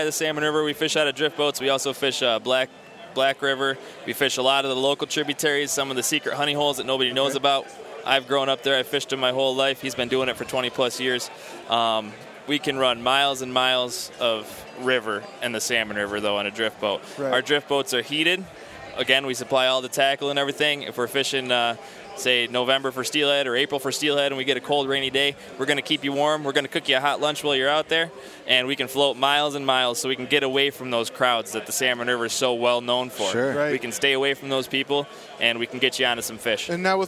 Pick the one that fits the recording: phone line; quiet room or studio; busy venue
busy venue